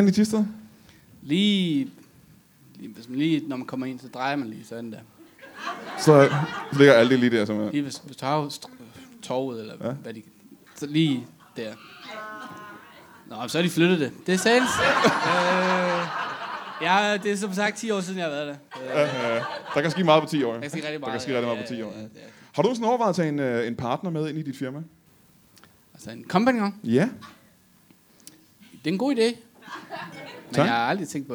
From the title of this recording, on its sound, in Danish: LIVE fra Hanstholm Madbar